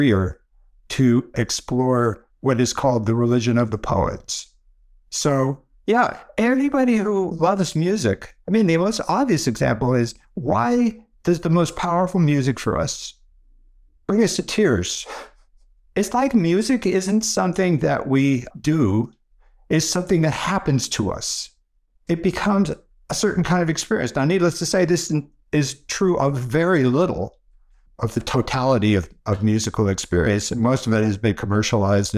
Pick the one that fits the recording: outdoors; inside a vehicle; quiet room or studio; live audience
quiet room or studio